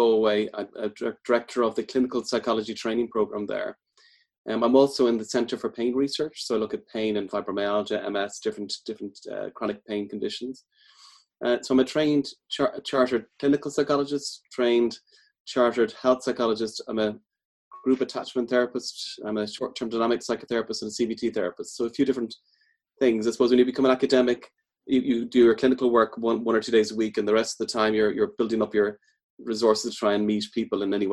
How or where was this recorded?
video call